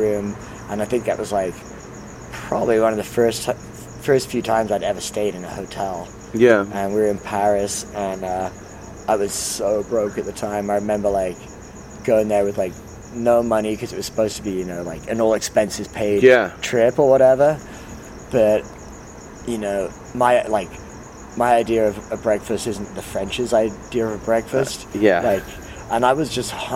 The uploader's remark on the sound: sat outside his shop 'Hunt & Gather' in San Diego